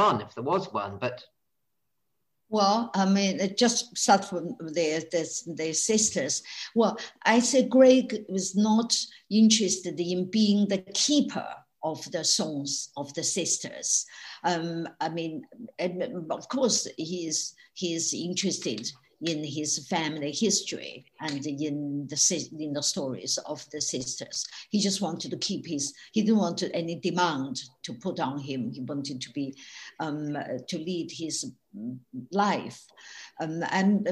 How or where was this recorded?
video call